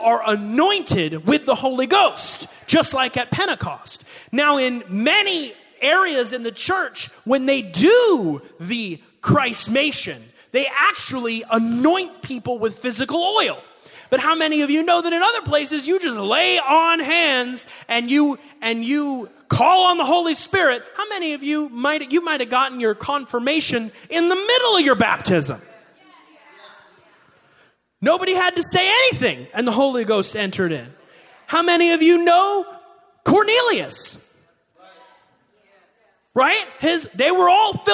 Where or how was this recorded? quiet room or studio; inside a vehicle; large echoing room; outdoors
large echoing room